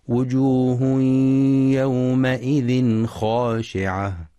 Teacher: وينتبه القارئ لإدغام التنوين في الياء بغنة في وجوه يومئذ، ولإظهار التنوين إظهارا حلقيا في يومئذ خاشعة لوقوع الخاء بعده، مع مراعاة فتح الميم في يومئذ وتفخيم الخاء في خاشعة.